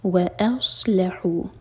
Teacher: صاد اس کو سین کا ساؤنڈ نہیں دیں گے صاد ہیوی ہے